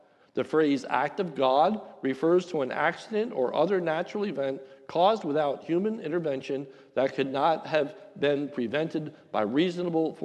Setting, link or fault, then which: setting, large echoing room